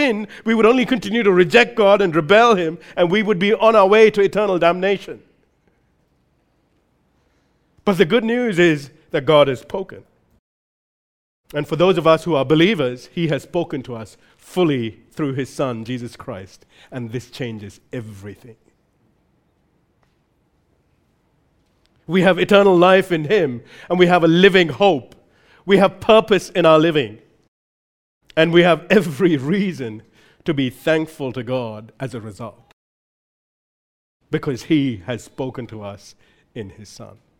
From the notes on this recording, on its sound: recorded live at Grace Community Bible Church